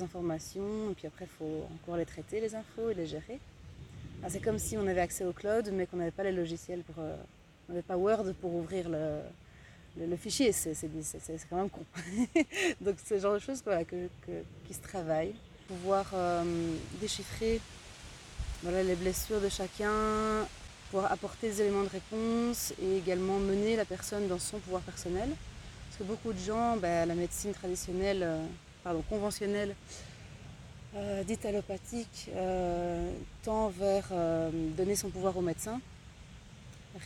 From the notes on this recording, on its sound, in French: Ways (Genappe). Le bruit du vent dans les feuilles en guest en plus du couple d'invités multipreneurs, slasheurs.